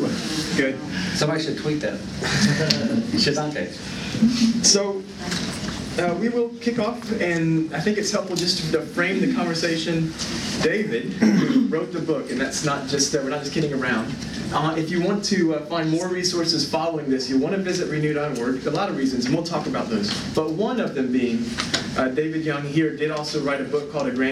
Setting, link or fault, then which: setting, live audience